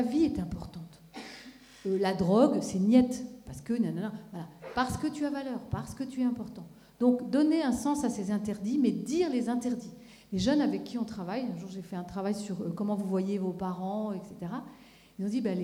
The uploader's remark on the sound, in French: Dans le cadre du Festival des familles en Gironde, une conférence était donnée le mardi 29 septembre 2015, à l'Athénée municipal de Bordeaux.